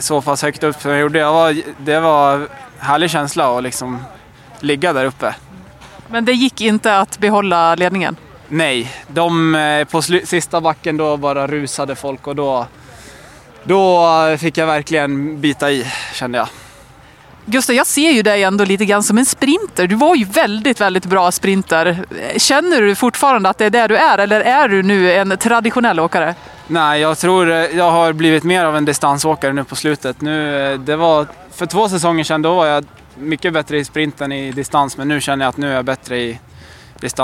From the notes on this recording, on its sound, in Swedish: Vi summerar den sjätte etappen av Tour de ski, från målfållan i Val di Fiemme där snön vräker ner. Träffas av en snöboll mitt under inspelning (väldigt bra kast!).